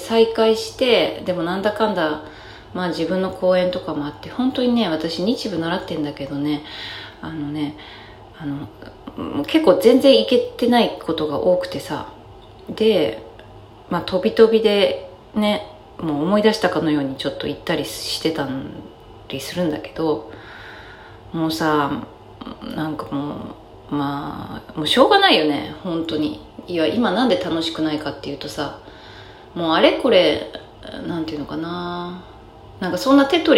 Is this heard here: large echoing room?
no